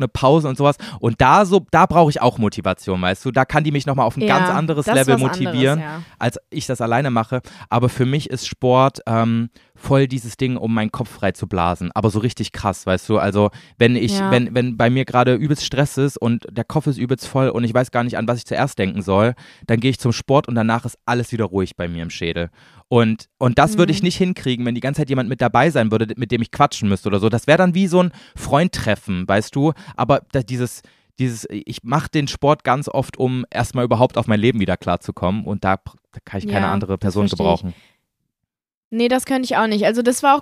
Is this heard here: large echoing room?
no